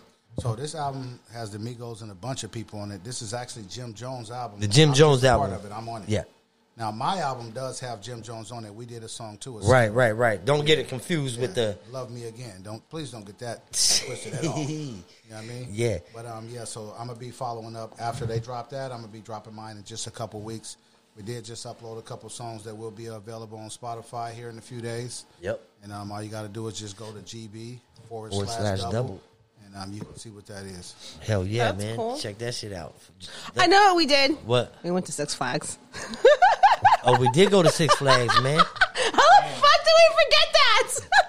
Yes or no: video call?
no